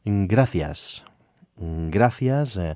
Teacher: That C is actually a TH sound, but we keep the S phonetically as the S sound